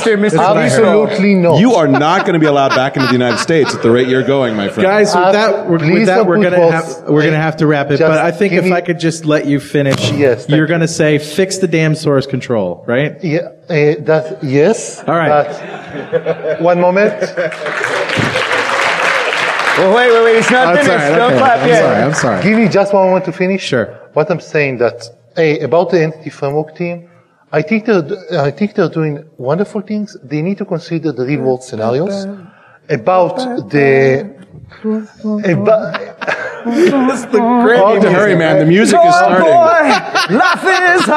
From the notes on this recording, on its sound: at the DevTeach conference in Toronto